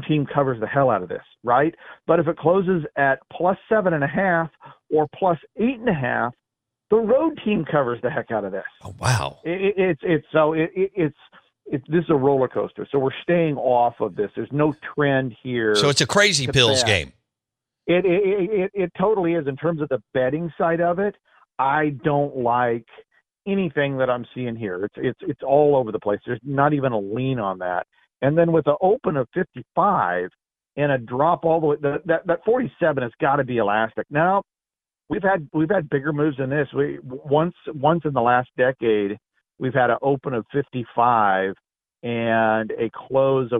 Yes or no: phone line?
yes